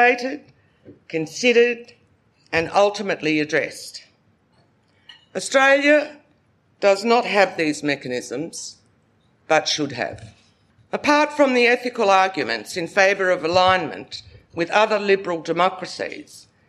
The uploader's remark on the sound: Recorded live at the National Press Club. We bring you the live recording of the ‘Australia and the World’ annual lecture.